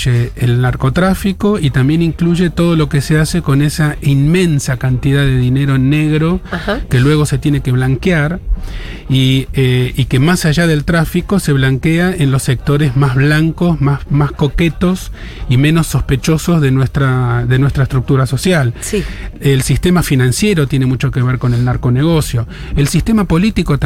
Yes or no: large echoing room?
no